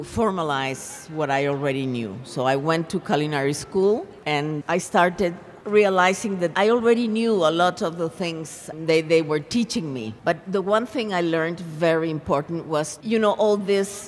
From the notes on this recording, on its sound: a presentation from the 2016 Tucson Festival of Books